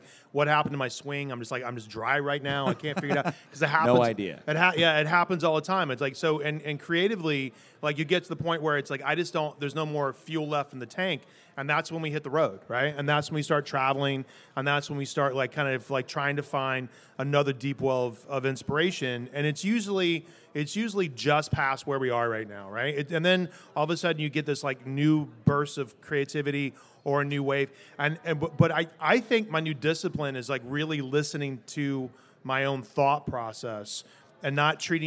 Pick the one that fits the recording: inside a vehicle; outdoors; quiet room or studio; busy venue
busy venue